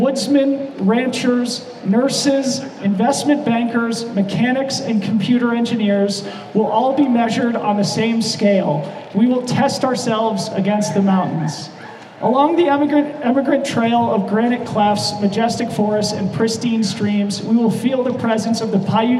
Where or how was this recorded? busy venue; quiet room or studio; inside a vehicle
busy venue